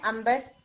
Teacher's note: انبر لکھ کے امبر بولتے ہیں. میم کے ساتھ لکھا نہیں جاتا لیکن میم کے ساتھ پڑھا جاتا ہے. تو یہ اصل میں یہ اقلاب ہی کی وجہ سے ہوتا ہے، یہی رول ہے.